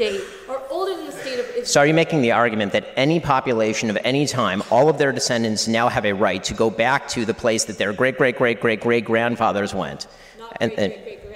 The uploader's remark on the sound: Answers questions from the audience at the Oxford Union. This is an edited version of the Debate.